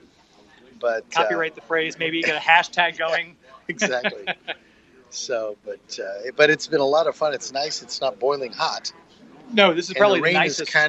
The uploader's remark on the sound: Our 3rd annual broadcast LIVE from Superman Celebration!